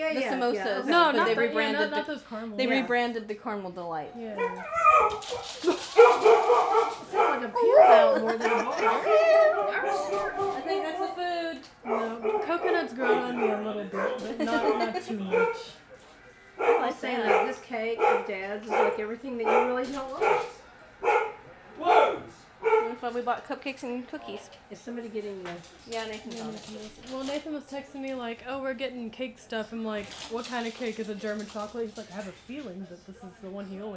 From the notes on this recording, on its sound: Keeps up our annual tradition of having a lot of background noise.